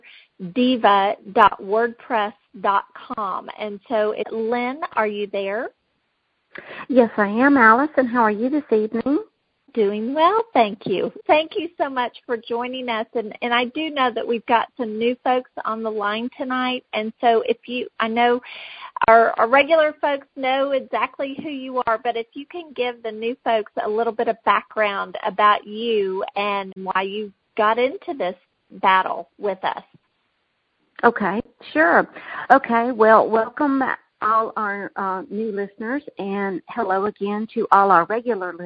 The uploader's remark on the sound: Communication Team Conference Call 3